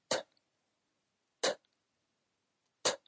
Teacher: 它是一个喷气音，你把你的舌尖抵住你的上齿后面一点点啊，然后往下一压，那气流喷出来了。